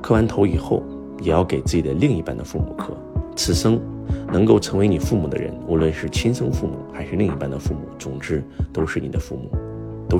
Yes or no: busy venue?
no